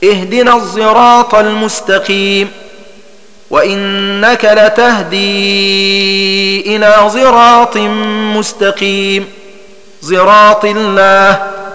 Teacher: وكيفية الإشمام هنا أن تخلط لفظ الصاد بلفظ الزاي وتمزج أحد الحرفين بالآخر، فيتولد منها حرف ليس بصاد ولا بزاي، ولكن يكون صوت الصاد متغلبا على صوت الزاي، وقصار القول أن تنطق بالصاد كما ينطق العوام بالضاء هكذا: اهدنا الصراط المستقيم، وإنك لتهدي إلى صراط مستقيم، صراط الله.